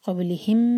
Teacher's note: با ساکن کے بعد لام، لی پر زور